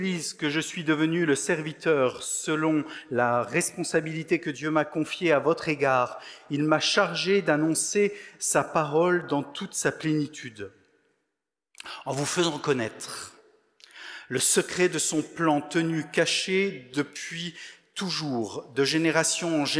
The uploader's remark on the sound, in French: Enregistré à l'église CVV, le 20/11/2022